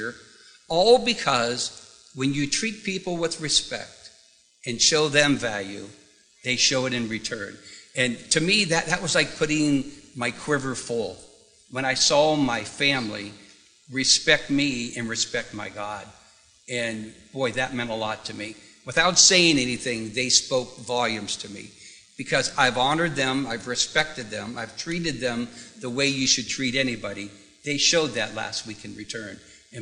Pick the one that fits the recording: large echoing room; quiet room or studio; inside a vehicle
large echoing room